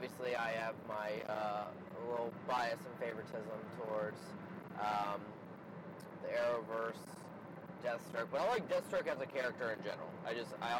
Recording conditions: inside a vehicle